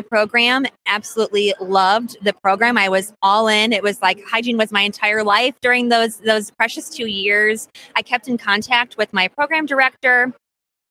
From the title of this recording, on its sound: LIVE From the ADHA Conference